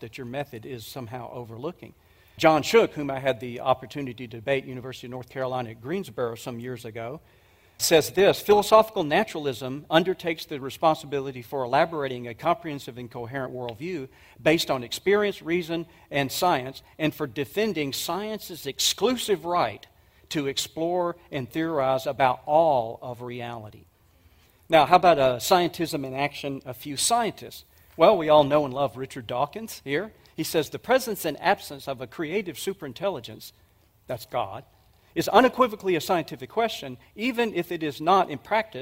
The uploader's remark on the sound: 2023 Apologetics Conference. This was a message presented at the 2023 Evidence and Answers conference.